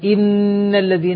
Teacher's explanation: النون المشددة فيها غنة مشبعة، قضية الإشباع هو الزيادة على الأصل، الزيادة على الأصل في معناه، وهذا أيضا اصطلاح.